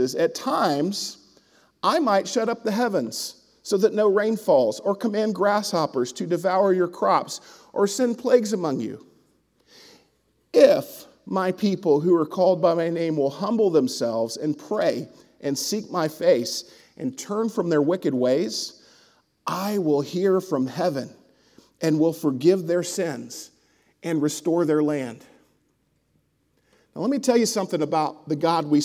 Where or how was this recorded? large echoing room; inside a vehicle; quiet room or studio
large echoing room